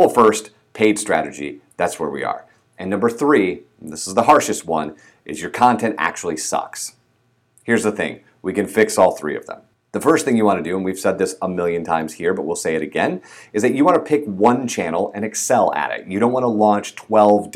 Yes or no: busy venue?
no